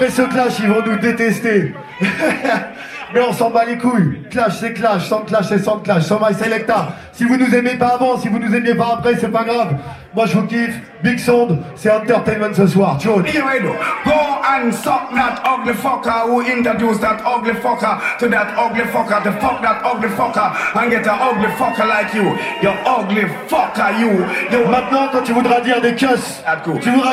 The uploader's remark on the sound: Tours City Soundclash #2. (With crowd vibes). You were perfect and we can definitly says that TOURS CITY have the best soundclash crowd in France !! High quality settings, from the venue to the sound system !!!